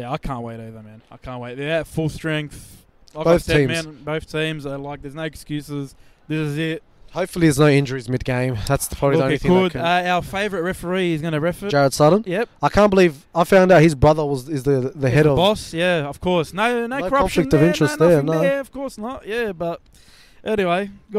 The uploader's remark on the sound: ON LOCATION from ANZ Stadium